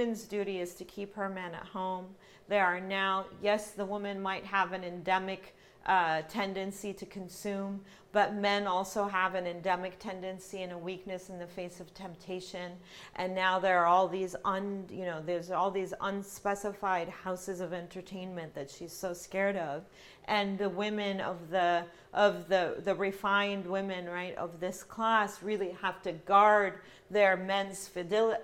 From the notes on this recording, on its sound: This lecture was presented by the Middle East and Islamic Studies Program at George Mason University. This lecture was presented by the Middle East and Islamic Studies Program at George Mason University.